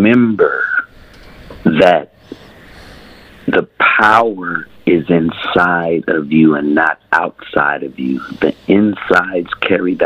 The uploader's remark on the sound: Phone Guest